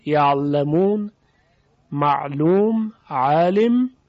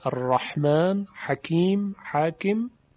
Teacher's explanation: عین صدای لطیفی داره، یعلمون معلوم عالم، اما حرف حا صدای شدیدتری داره